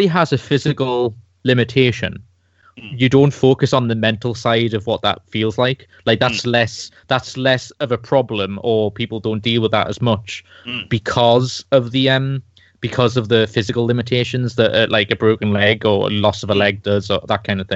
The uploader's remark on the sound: Please note that we had some minor sound difficulties in recording this episode.